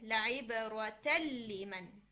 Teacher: नून आप लाम बन गए, बात समझ में आ गई कि ये असल में क्या हो रहा है, नून लाम बन गए, लाइब रोतल लीमन. तो ये जो इदगाम है ये कामिल है, नून एग्जिस्ट नहीं करा, बिल्कुल भी एग्जिस्ट नहीं करा ना